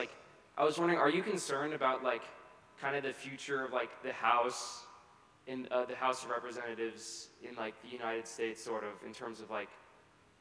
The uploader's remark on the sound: delivered the final winter term convocation at Carleton's Skinner Chapel